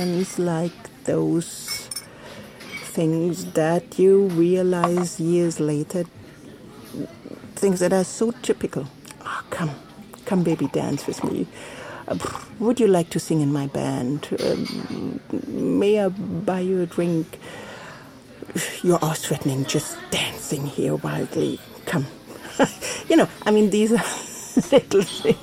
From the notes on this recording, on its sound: Recorded at Spielart Festival, 2019, Munich (DE)